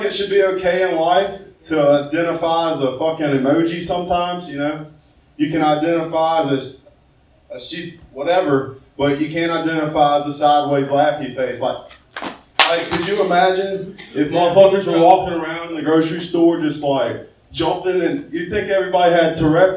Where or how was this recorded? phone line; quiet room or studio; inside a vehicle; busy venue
busy venue